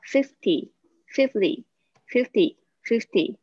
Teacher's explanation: 那个 T 呢，它会浊化，就是一个这样子的现象